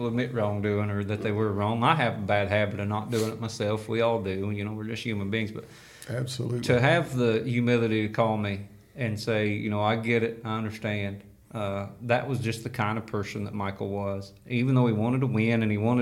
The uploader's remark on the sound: Recorded at the Michael Moody 100k Pro Classic.